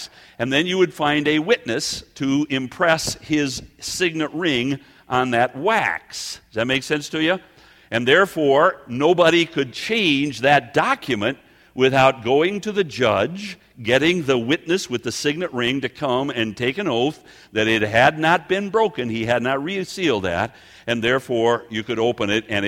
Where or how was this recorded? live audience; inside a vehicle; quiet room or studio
live audience